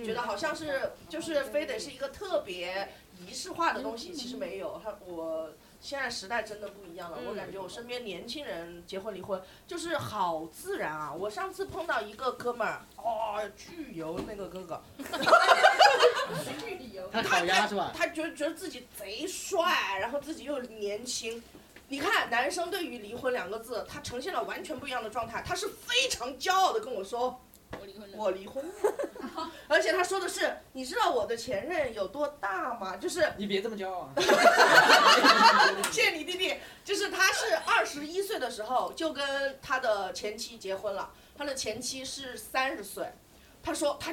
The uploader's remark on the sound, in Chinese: 第一次带观众录制。